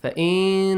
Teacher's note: Make sure that إخفاء of noon فَإِن it's a full one